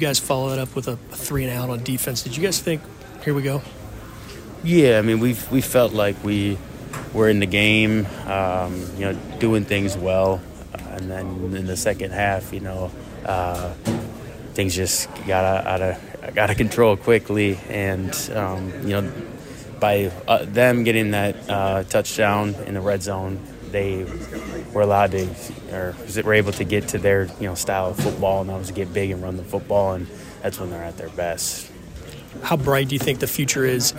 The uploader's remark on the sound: in the locker room